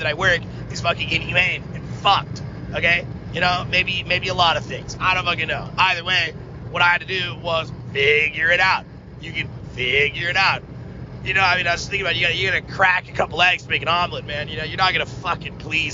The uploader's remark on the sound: CAR_RANT_INTERLUDE. Car Rant Interlude 1 of many where I ramble into my phone.